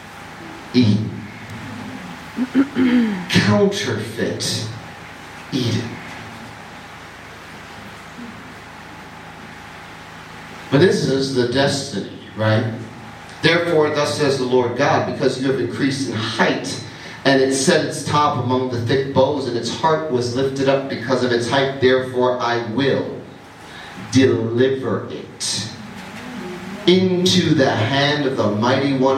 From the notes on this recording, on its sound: Ermelo, South Africa. The recording of the first night of a ground breaking conference.